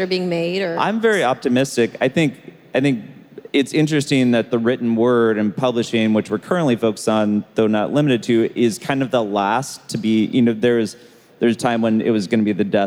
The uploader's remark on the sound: Live interviews from the 2019 Collision conference in Toronto, Canada.